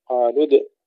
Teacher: قالوا ادع لنا، ليس قالوا دي، قالوا دع. الدال ساكنة لا تكسريها